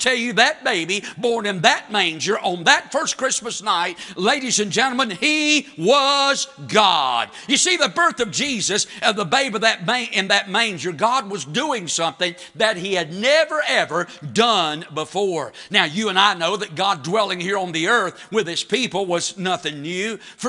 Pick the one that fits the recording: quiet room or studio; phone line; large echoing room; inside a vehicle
large echoing room